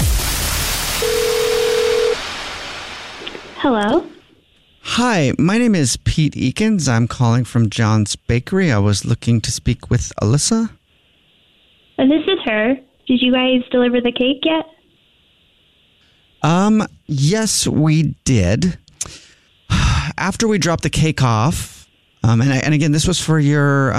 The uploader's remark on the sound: Phone prank style.